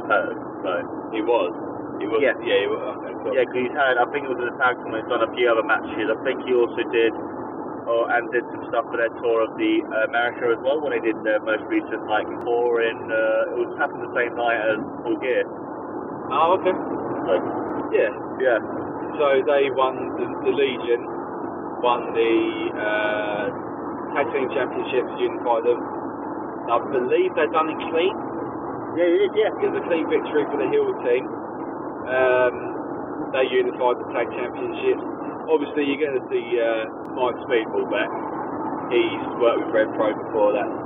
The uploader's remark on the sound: on our drive home